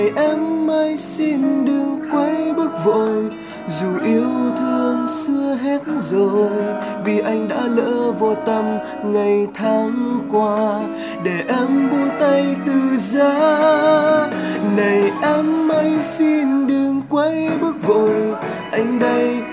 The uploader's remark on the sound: Recorded by my mobile phone